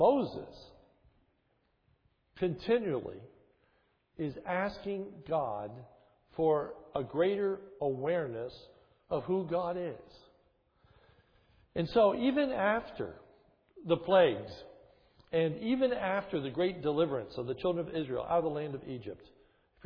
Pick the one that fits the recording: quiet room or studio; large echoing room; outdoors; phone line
large echoing room